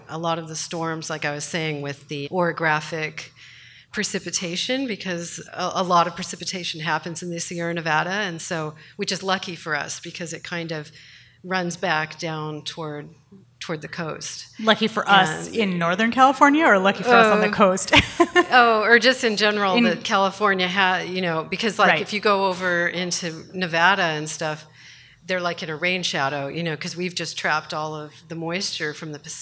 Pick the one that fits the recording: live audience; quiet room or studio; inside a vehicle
live audience